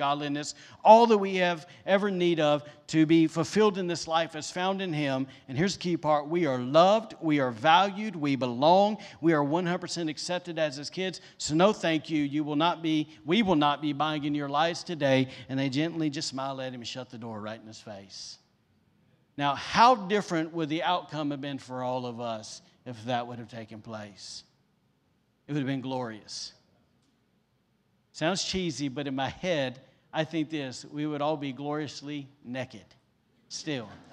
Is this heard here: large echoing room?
yes